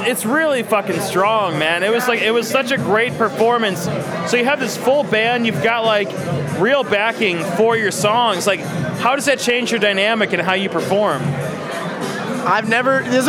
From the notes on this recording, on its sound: Recorded at SXSW 2016